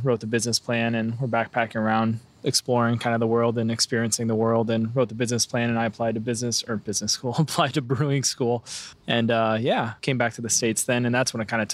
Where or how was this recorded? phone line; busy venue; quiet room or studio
busy venue